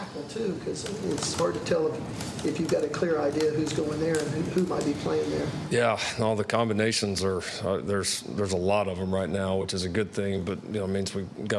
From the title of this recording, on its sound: Media Day Press Conference